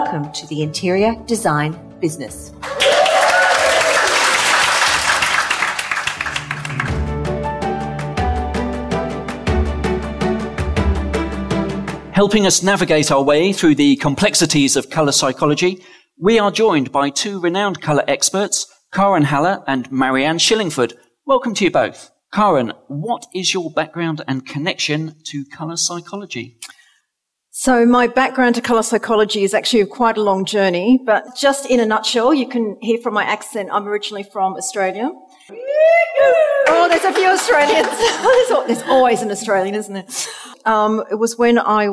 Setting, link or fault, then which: setting, live audience